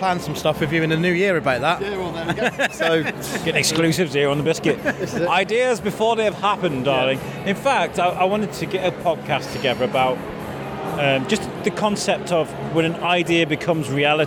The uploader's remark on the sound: Take the mic for a walk around Shrewsbury Abbey as we celebrate another year of Abbey Fest 2022, a charity even put together by Lingen Davies. This a candid bit of audio, no plan, just a collection of conversations with lovely people on a lovely evening.